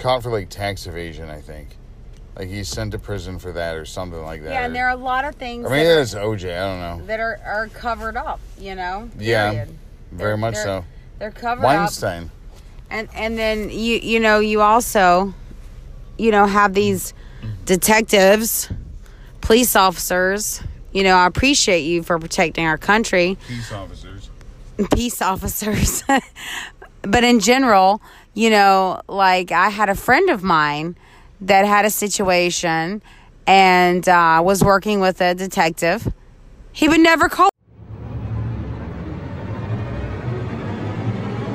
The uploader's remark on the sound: from the car podcasting